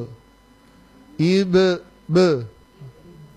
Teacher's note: ini kolkolanya bukan o, bukan juga e, tapi antara keduanya ya, jadi e, ibe, be, bukan ibo ya, tapi be, ibe, qob ya, qob.